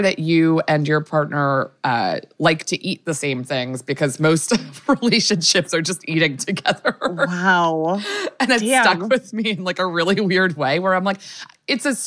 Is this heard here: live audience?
no